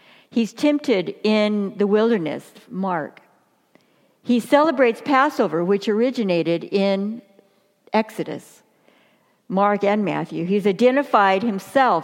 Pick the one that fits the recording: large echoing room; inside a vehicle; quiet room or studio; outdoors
large echoing room